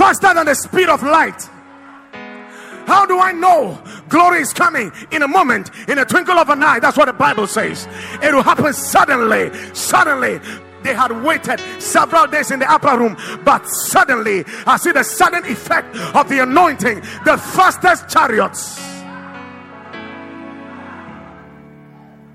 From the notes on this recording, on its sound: Preached at Watered Garden Church